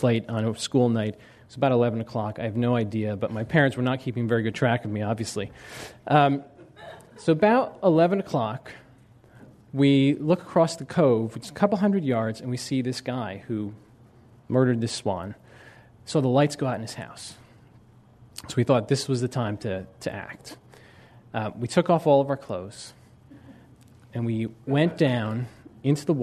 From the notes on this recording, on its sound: This program was recorded in front of a live audience at The Commonwealth Club on March 29, 2007